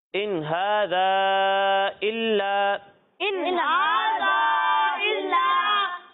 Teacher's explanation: یہاں الف مدہ ہے، اسے ہم ایک الف کے برابر کھینچیں گے